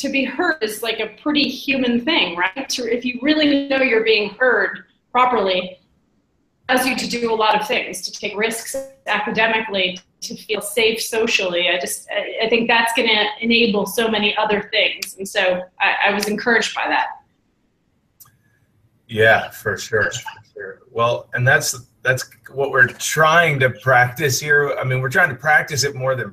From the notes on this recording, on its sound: Please excuse the poor audio quality on this particular podcast. It is due to a new attempt in discussion.